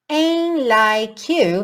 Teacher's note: o T do ain't não aparece